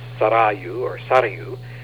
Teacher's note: it has this rolled R in it in the middle